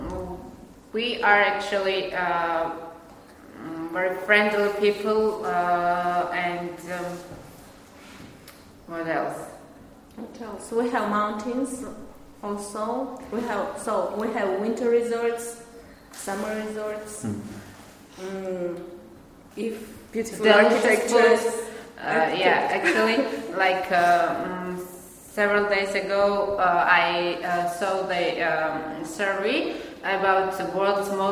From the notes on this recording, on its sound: This is the second part of the episode recorded in the classroom with the students of mine.